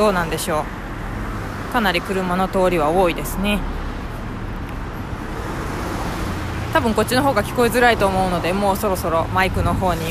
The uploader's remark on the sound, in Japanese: IRig Mic Cast HDの性能はいかに！外を歩きながら収録。浅草から上野まで歩いていく途中でポッドキャストを収録しました。IRig Mic Cast HDを付けたiPhoneを自撮り棒にセットし、棒は伸ばさずに使っています。途中、マイクなしでの録音もしました。